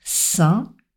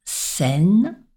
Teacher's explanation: C'est ce qu'on appelle une dénasalisation. On enlève le son de nasal entre le masculin et le féminin.